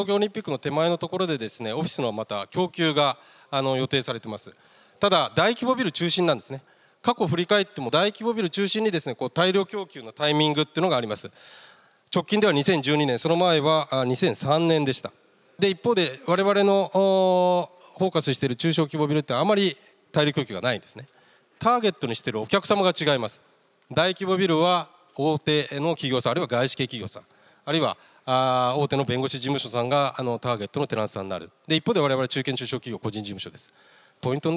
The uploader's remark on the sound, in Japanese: 東京証券取引所で開催した「J-REITファン2017」。IRセミナー。